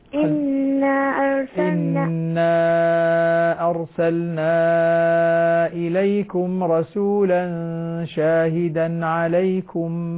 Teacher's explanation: لاحظ المد المنفصل، لا تمد المنفصل أنت